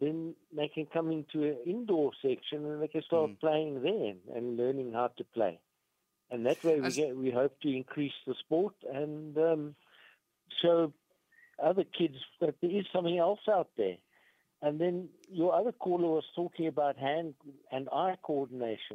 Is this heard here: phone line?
yes